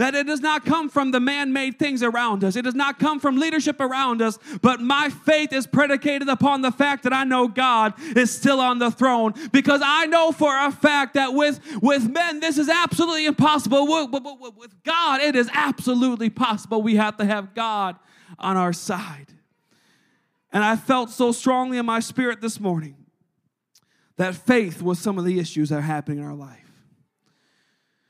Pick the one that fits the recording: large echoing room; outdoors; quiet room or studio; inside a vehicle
large echoing room